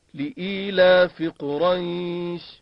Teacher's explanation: خب در این آیه شریفه کلمه قریش در هنگام وقف یا ساکن ما قبل را مفتوح دارد، یعنی شود حرف لین. حرف شین هم تنوین جر یا کسره دارد، اما به خاطر وقف این تنوین تبدیل به سکون می شود، می شود شین ساکن.